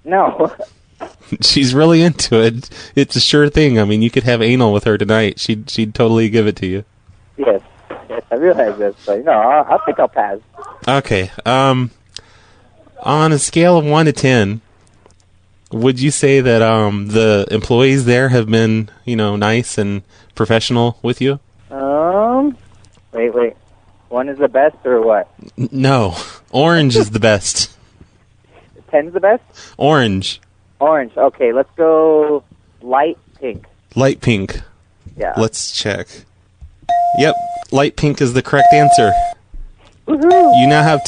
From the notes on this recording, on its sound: Personal Prank Phone Calls Collection